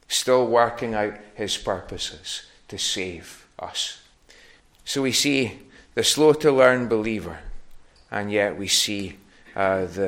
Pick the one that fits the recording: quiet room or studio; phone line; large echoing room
large echoing room